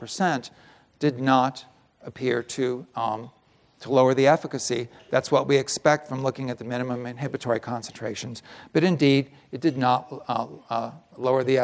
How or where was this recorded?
live audience